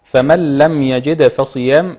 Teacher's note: ادغام بدون غنة ومن القلقلة البسيطة بتاعت الدال